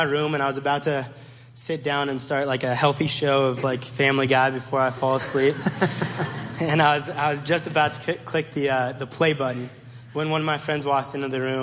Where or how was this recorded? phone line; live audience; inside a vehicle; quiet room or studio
live audience